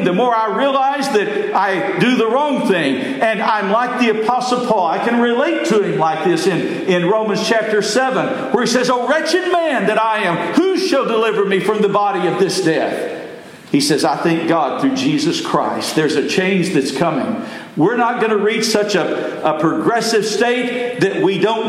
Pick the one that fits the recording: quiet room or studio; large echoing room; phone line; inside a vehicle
large echoing room